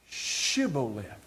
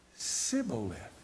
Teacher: when the Ephraimite tried to say shibboleth, it came out sibboleth